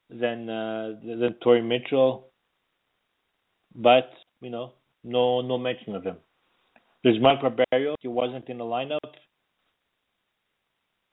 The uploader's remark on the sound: we take your phone calls